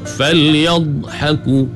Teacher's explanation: Makhraj bagi huruf dhad ni, dia memanjang, ada sifat istitalah bagi dhad